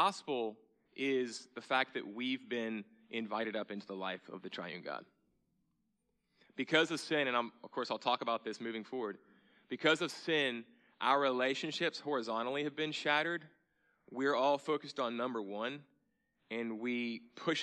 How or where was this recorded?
large echoing room